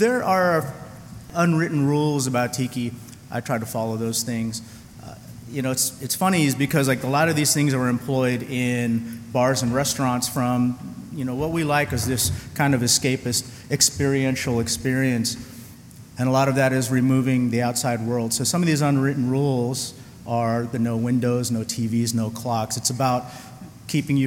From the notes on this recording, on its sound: On this episode we podcast live from San Diego Comic-Con 2019 and bring to you the "Tiki Art & Polynesian Pop in American Culture" panel.